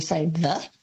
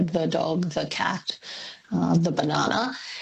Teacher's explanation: Well, yes, interestingly, over time, well, so first of all, T-H-E, the, or the, it's traditionally in Australia at least had two pronunciations, one where if the following word starts with a consonant, we say the, like an unstressed sound